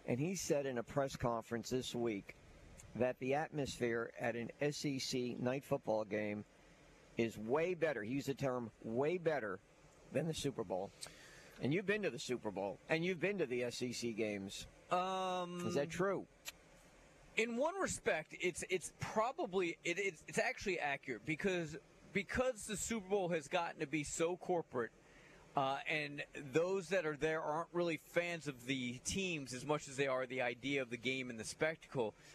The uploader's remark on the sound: High School Gameday at Mary G. Montgomery. LIVE from MGM before their Thursday night game against Alma Bryant!